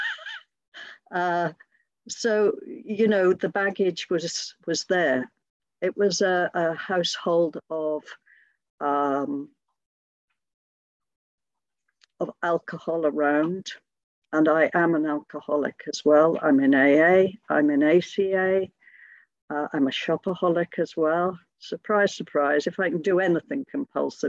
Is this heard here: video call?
yes